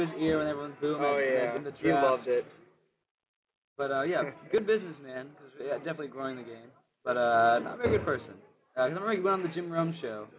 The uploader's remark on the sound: Live from the Tavern for a special Halloween episode.